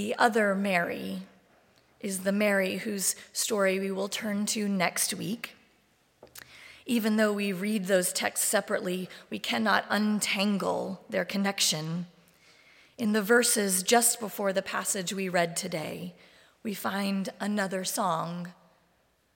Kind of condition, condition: setting, large echoing room